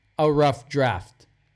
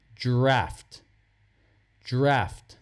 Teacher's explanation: Close your mouth for the F and blend it right into the D, the draft.